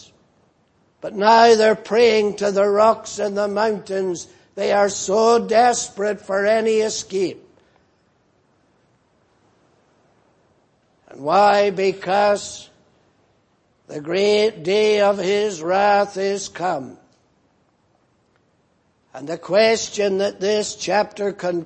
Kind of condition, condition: setting, large echoing room